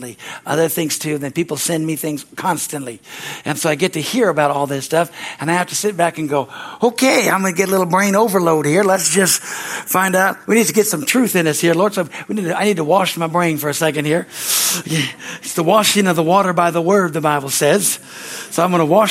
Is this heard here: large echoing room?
yes